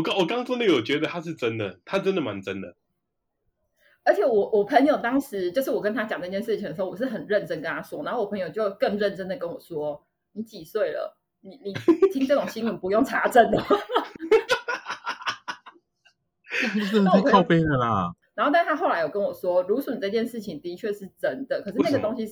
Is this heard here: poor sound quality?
yes